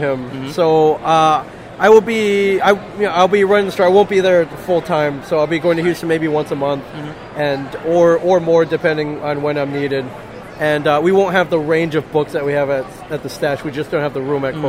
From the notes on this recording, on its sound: We are live at Awesome Con 2017 and we have an impromptu interview.